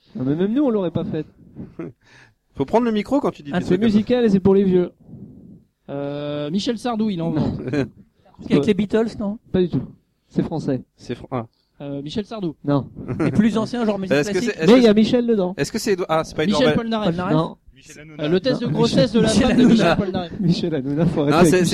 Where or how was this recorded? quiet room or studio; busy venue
busy venue